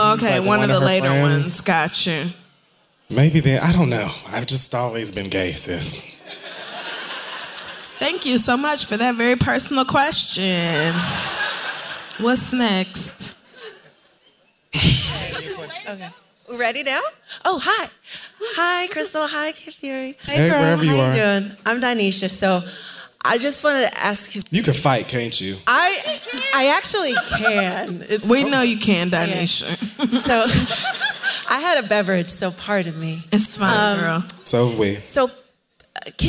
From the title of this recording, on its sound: Live From Sony Hall 4/21